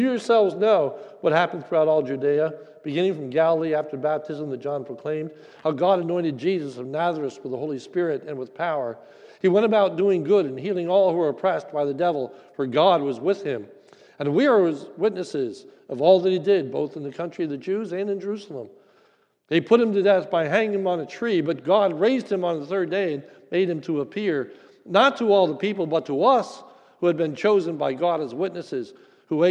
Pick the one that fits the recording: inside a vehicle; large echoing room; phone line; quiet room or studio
large echoing room